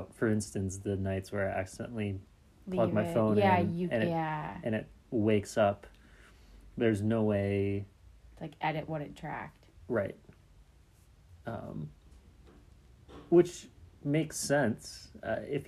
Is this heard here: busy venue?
no